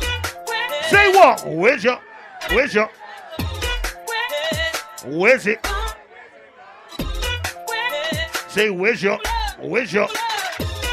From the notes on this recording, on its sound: Live recording taken from Always Motivated all black boat party 6th November 2022.